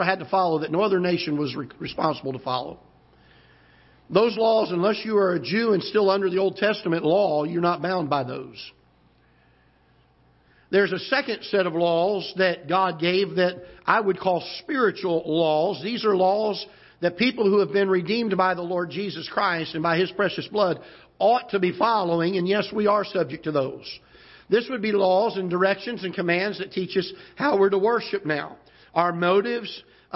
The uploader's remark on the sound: Ketha Heights Baptist Church ~ Live Broadcast